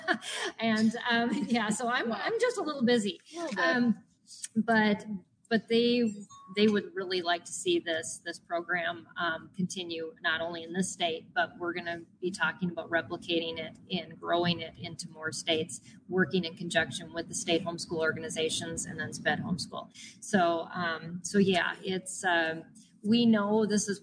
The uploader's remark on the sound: LIVE from SPED Homeschool Family Retreat. LIVE from our first family retreat being held in partnership with the Joni and Friends ministry and MACHE (Minnesota Association of Christian Home Educators).